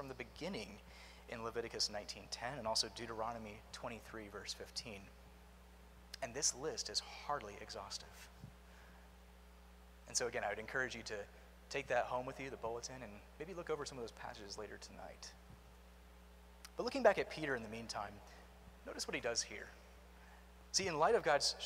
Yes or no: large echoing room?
yes